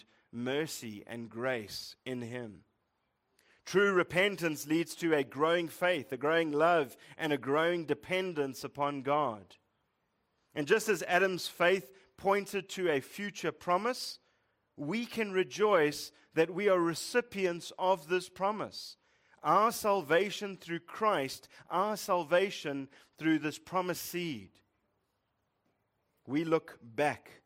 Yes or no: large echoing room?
yes